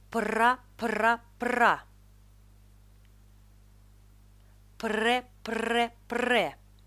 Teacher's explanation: Звук «п» – точная копия звука «б», только произносится глухо. Поэтому следите, чтобы вместе с «п» не оглушался звук «р».